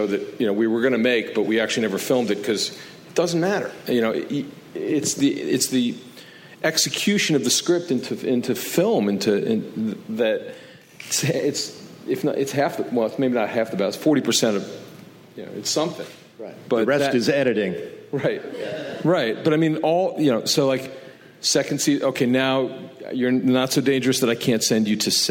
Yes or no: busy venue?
yes